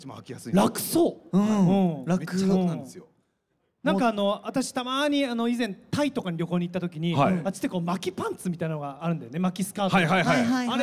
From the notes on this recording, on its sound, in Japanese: 公開収録の模様をお届け！ららぽーと豊洲で行った公開収録の模様をお届けします。楽曲は流れません。